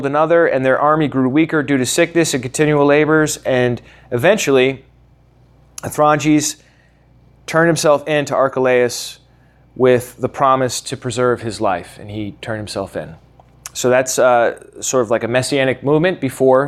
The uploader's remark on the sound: originally taught at the Atlanta Bible College